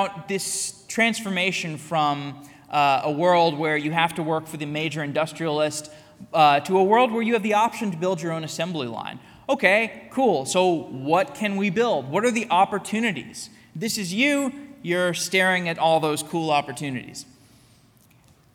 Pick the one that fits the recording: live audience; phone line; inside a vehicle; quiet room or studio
live audience